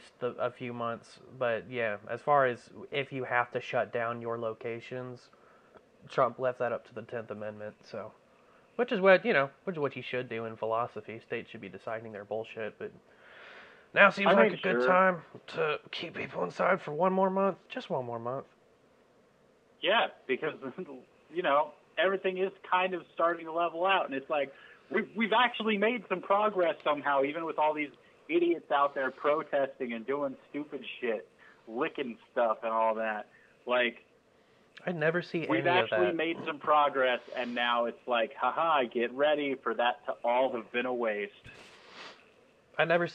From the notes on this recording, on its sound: still talk to one another over the phone